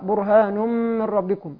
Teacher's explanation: تنوين وقع بعده حرف الميم والميم من حروف الإدغام بغنة